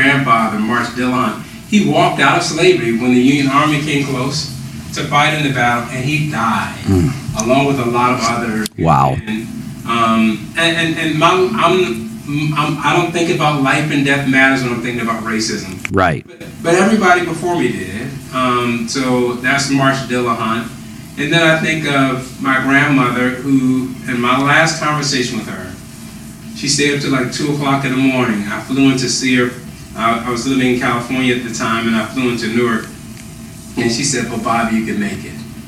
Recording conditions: poor sound quality